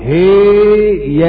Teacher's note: وأما أبو عمرو البصري أمال الهاء وفتح الياء